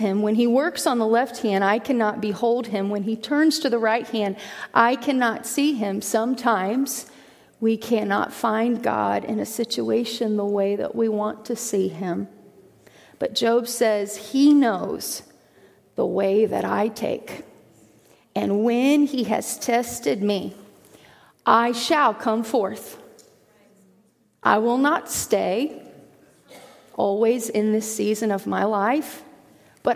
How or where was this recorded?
large echoing room